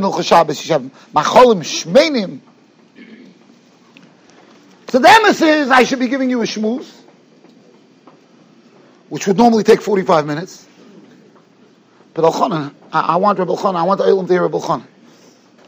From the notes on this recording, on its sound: Shiur recorded in Yeshivas Ohr Reuven, Monsey, NY.